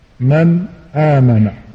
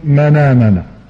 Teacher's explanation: هذا هو النقل في الاصطلاح، يعني تقوم بعملية قلنا نقل حركة الساكن الذي بعد الهمز، كمثلا قالت أولاهم مثلا، فإنك تقوم بنقل حركة يعني الحرف حركة الهمزة إلى الساكن قبلها وتحذف الهمزة، قالت فتصير قالت، أو مثلا من آمن، من آمن، فإنك تنقل حركة الهمزة التي هي الفتح إلى الساكن قبلها الذي هو النون وتحذف الهمز · Shown in: second take · فتقول منامنا.